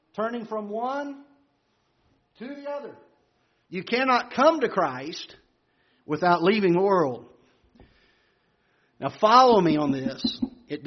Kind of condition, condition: setting, large echoing room